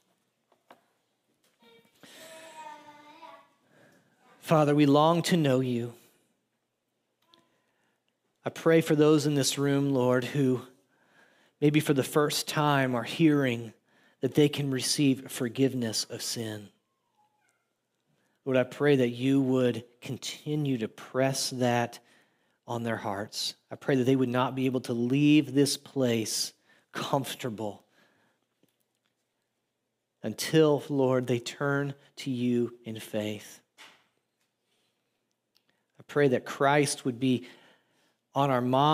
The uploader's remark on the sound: audio from New City Church in Champaign-Urbana, IL